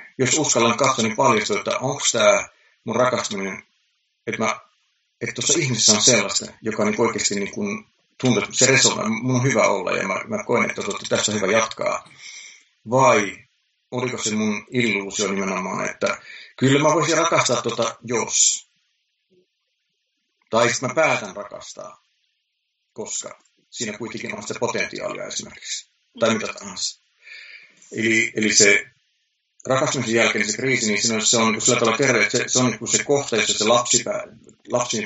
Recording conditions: video call